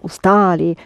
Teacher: The stress remains on ста